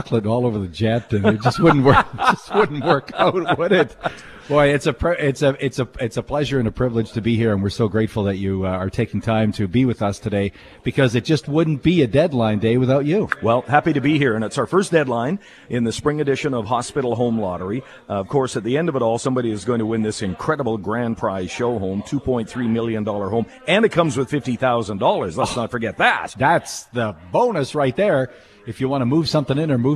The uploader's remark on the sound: Live from Hospital Home Lottery show home